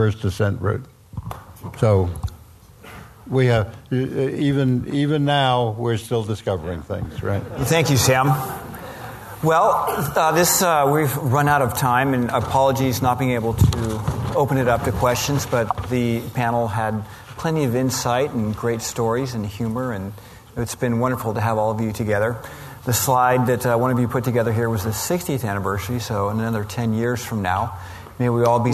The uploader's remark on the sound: This was recorded at the American Alpine Club's 2016 Annual Benefit Dinner presented by The North Face and REI.